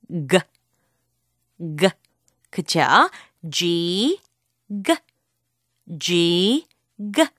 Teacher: 목에서 약간 윽 하는 느낌이 있어요